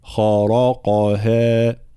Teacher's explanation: تفخيم الخاء والراء والقاف ثم ترقيق الهاء